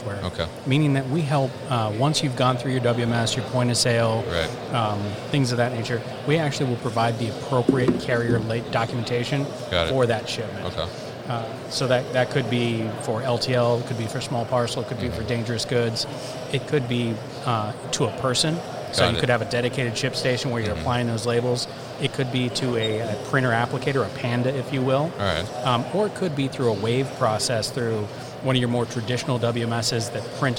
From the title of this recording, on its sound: ProShip at MODEX 2020